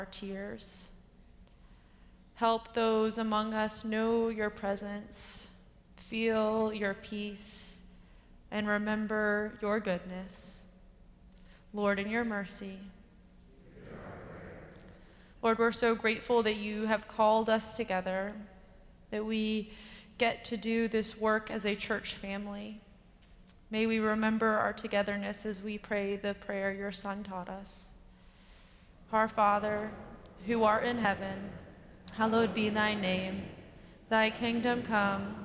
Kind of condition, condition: setting, large echoing room